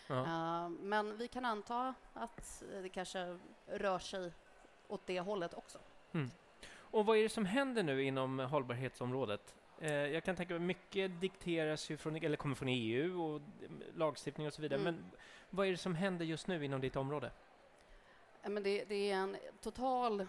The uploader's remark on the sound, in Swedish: Live från tandläkarmässan. Live-podd från Swedish Dental Expo.